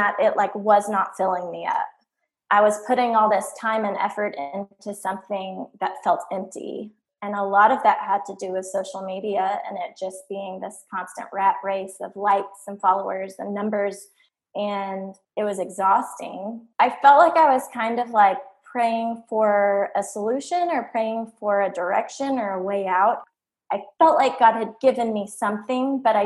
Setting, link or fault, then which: link, video call